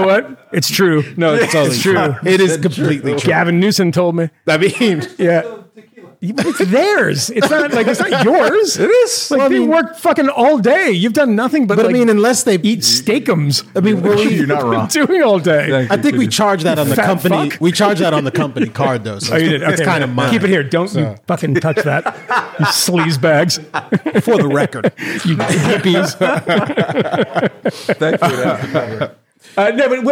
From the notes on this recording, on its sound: Live in front of a crowd of five exhausted crew members, broadcasting from a suite at the Ritz-Carlton in midtown Manhattan.